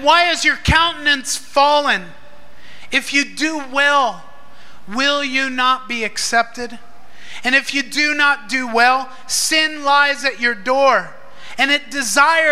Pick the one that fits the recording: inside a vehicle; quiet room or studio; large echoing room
large echoing room